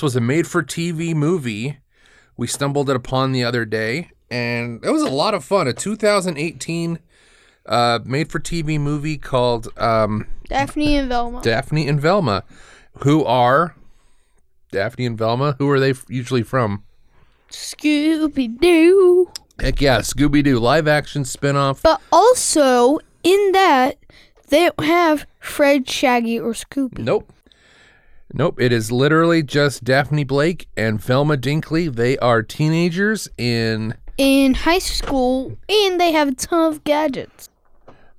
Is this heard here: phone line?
no